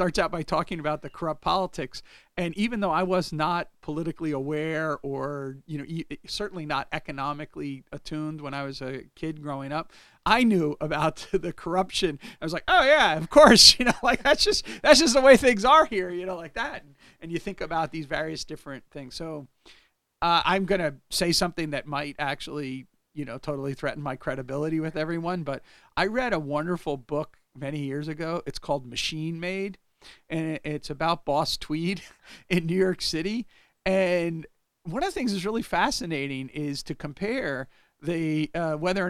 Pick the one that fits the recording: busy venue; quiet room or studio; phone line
quiet room or studio